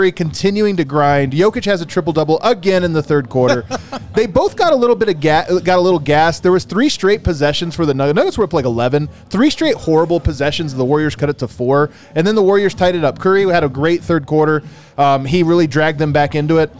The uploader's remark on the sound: come to you LIVE from the DNVR Bar